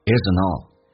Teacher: 就是 nt 组合把 t 去掉，用 n 进行连音叫 isn't all